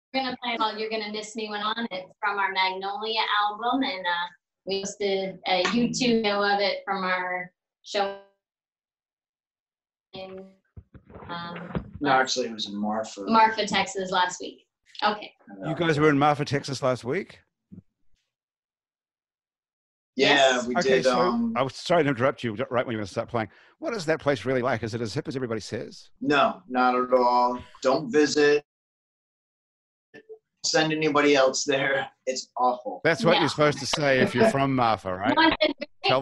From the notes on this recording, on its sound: Our show is coming to you today courtesy of Zoom. All of our crew and our guests are quarantined in their homes.